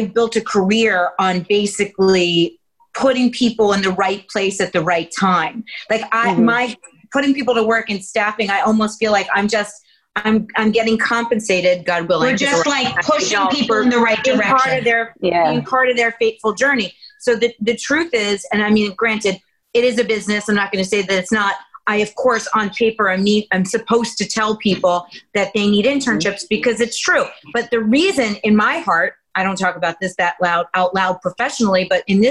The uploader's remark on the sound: virtually sit down